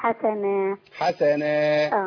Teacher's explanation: في اخرها اما اقف عليها اقف بالف العوض اقف بالف مكان التنوين